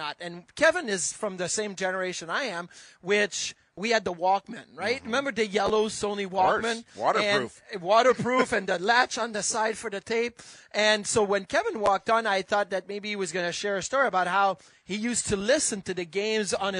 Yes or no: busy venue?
yes